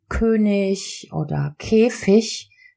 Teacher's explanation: Wörter wie König oder Käfig, die ein IG am Ende haben, werden mit einem weichen CH ausgesprochen.